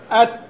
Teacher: هو اللي ارتفع طرف اللسان، وأين لمس أصول الثنايا؟ لمس أصول الثنايا وليس الثنايا، أصول الثنايا